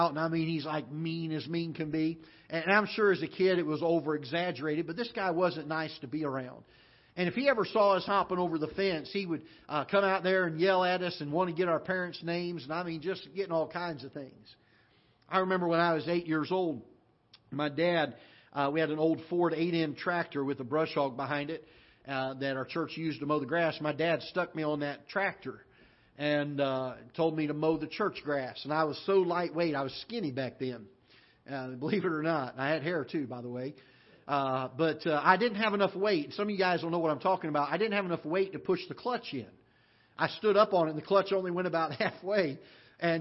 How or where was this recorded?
large echoing room